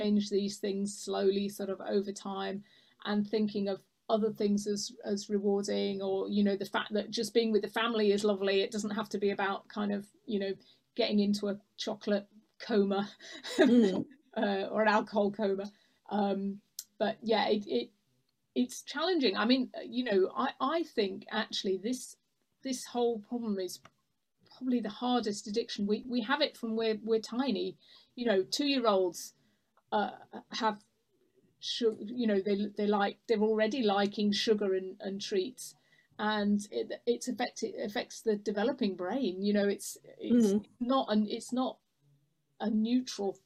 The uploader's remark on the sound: This recording is taken from the ' Healthy Lifestyle webinar ' on 5th March 2021